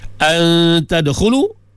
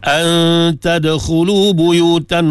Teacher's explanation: Ta huruf ikhfa. Dibaca dengan gunnah dua harakah.